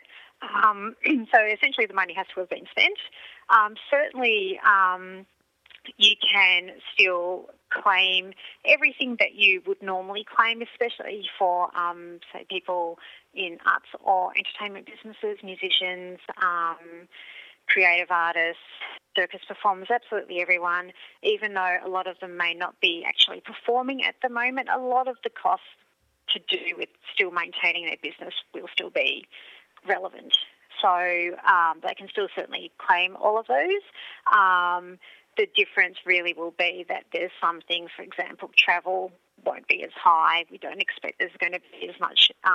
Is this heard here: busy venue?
no